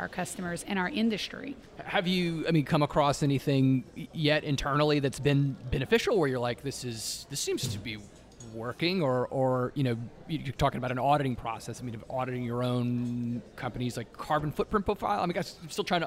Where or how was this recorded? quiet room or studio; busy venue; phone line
busy venue